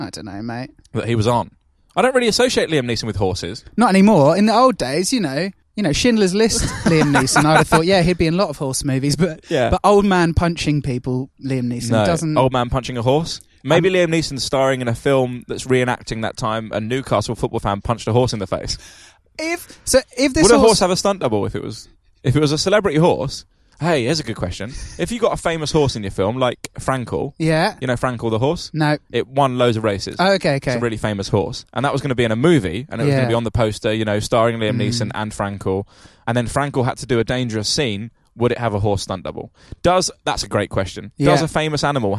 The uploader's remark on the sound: Recorded live in London to an audience of pigeons and squirrels at London's Regent Park.